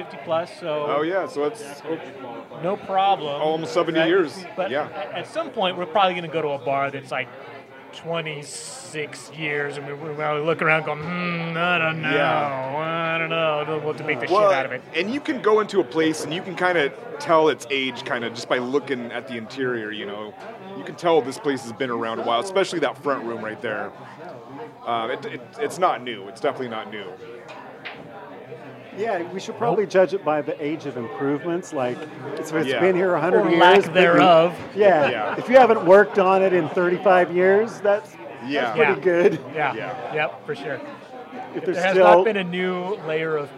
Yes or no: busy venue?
yes